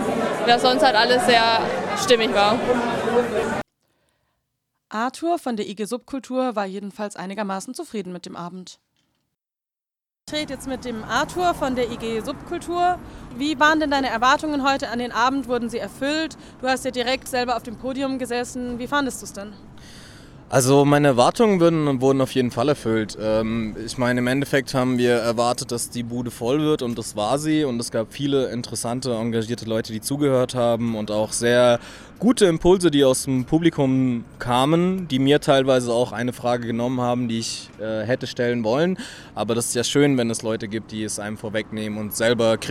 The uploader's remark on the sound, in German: gab es im Atlantik eine Podiumsdiskussion der anderen Art.